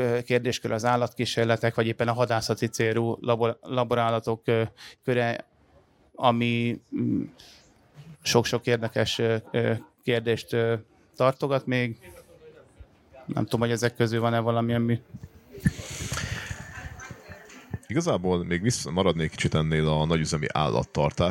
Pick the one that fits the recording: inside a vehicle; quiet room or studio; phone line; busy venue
busy venue